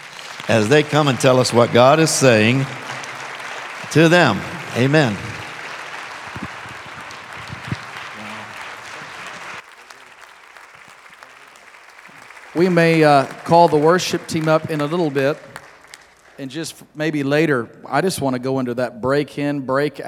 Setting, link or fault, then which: setting, live audience